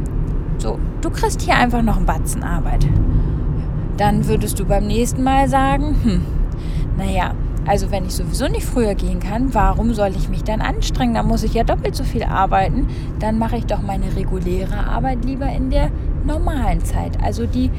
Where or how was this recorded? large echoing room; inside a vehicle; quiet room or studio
inside a vehicle